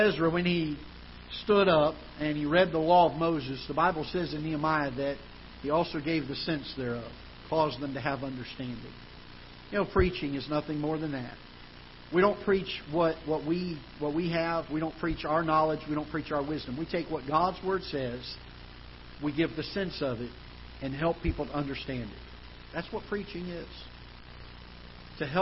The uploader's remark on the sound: Ketha Heights Baptist Church ~ Live Broadcast